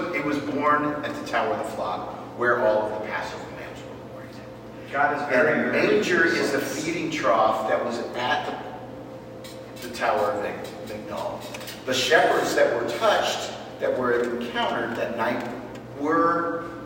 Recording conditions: poor sound quality